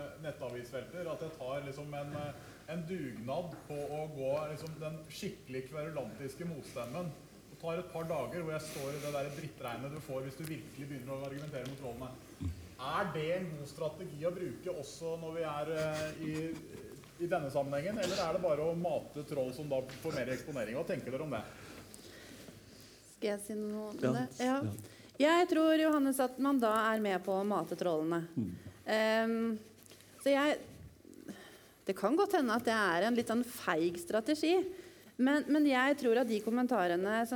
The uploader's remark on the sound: live TOK2022